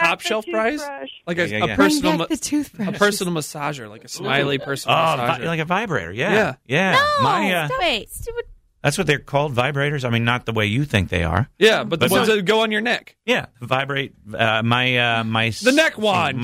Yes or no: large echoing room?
no